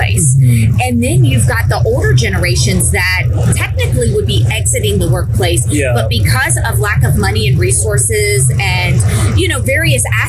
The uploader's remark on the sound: LIVE AT NAA